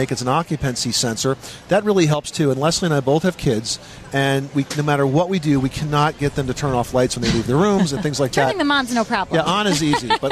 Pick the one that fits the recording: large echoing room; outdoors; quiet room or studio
outdoors